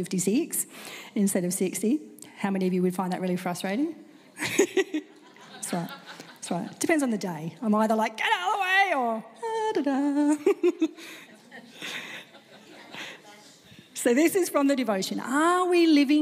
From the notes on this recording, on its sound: This recording is from a Live service at Hope Central Elizabeth, South Australia